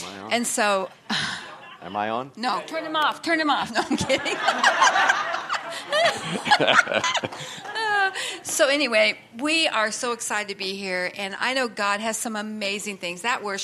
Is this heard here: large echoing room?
yes